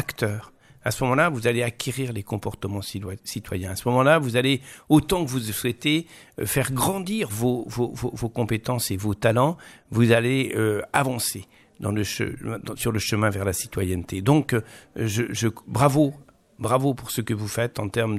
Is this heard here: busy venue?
yes